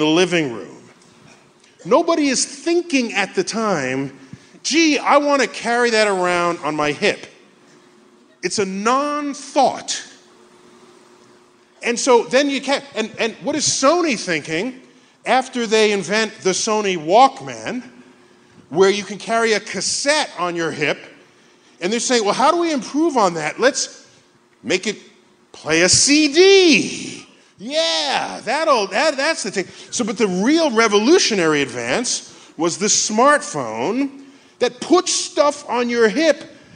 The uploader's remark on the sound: In the second half of our live show at the Neptune Theatre in Seattle.